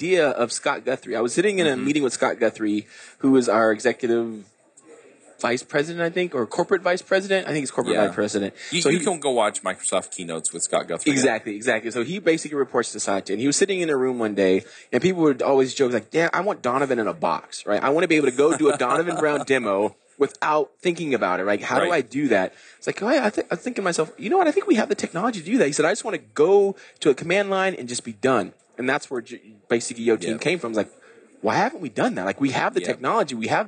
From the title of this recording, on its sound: LIVE at Microsoft Ignite